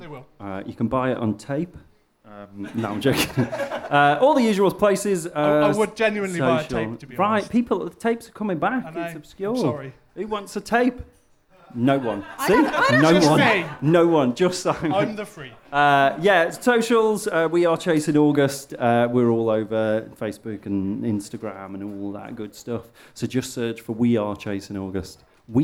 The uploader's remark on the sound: Recorded at Albert's Shed in Southwater, Telford